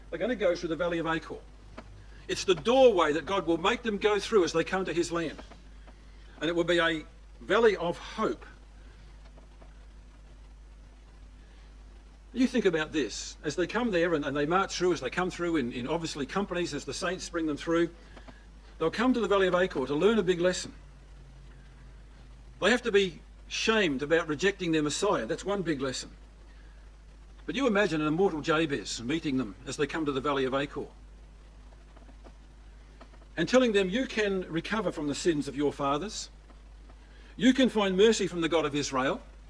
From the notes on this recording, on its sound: These 5 studies recorded at the Boronia ecclesia.